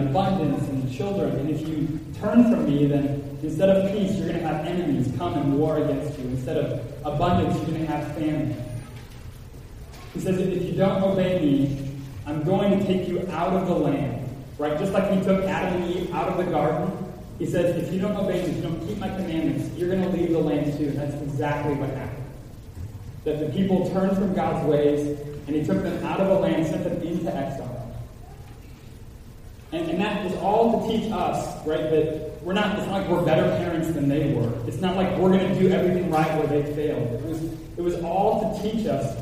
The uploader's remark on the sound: Apologize ahead for echo in Audio recording.